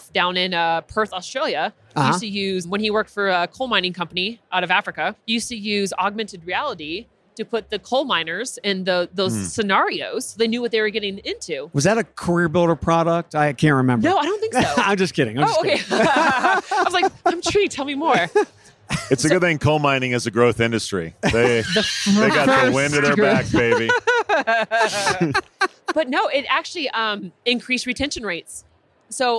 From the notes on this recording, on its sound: Live from UNLEASH America in the Workhuman booth